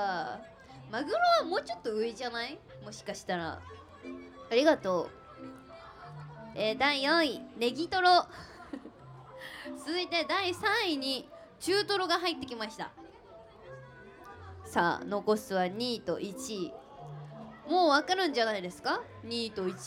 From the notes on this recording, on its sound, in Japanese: ABCラジオまつりでの公開収録の模様をお届け！万博記念公園で行われた「ABCラジオまつり2023」での公開収録の模様をお届けいたします！